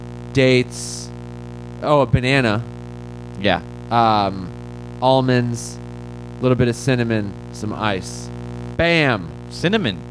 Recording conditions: hum or buzz